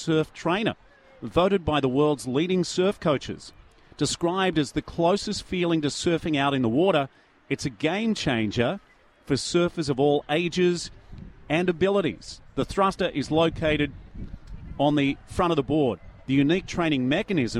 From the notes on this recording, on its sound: Live from the under 13s Hockey championships. It is spread over 2 locations.